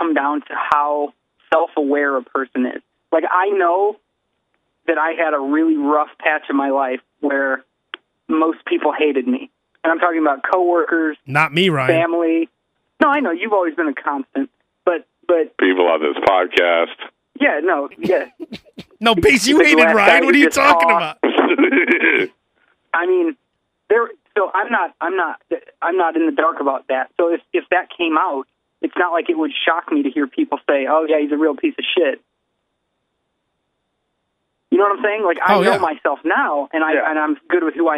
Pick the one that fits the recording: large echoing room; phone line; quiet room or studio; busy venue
phone line